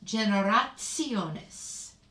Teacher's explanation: the T in generationes is pronounced like a TS